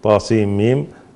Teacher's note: عندنا النون مع الميم إدغام كامل بغنة. وهنا هي هذه ليست وين رسمت كلمة واحدة لأنها تعامل كأنها ثلاث حروف منفصلة، ثلاث كلمات منفصلة.